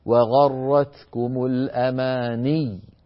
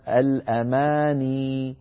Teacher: يوقف عليها بياء مشددة هكذا · Shown in: first take · Term: الوقف على المشدد